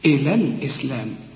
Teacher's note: هتقول إلى الإسلام وكأن الياء غير موجودة، هتشبك اللام مع اللام